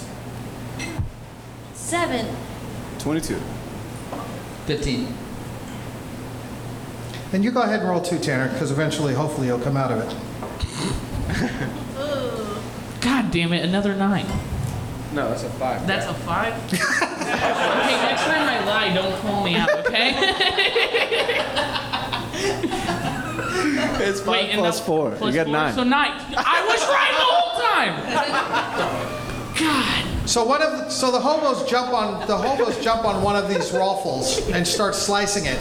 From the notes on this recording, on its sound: Live Show at Zanies Nashville. Recorded live at Zanies Comedy Club in Nashville, Tennessee. Playing the world’s greatest role-playing game live on stage.